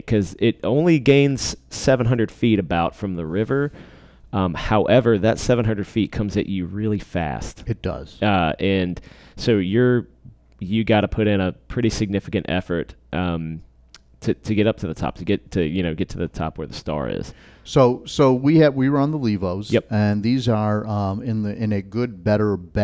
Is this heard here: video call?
no